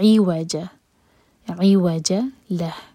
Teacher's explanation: عین پر کسرہ ہے تو پہلے سے ہوٹوں کو پھیلا لیں پھر عین نکالیں